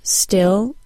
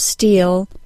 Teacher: Native French speakers substitute the short I sound with the long E sound. The short I sounds like I, and the long E sounds like E.